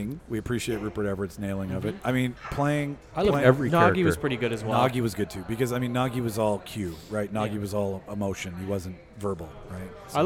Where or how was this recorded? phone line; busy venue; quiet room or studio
busy venue